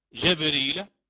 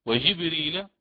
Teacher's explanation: فنجد فيها 4 قراءات، جبريل بفتح الجيم، وجبريل بكسرها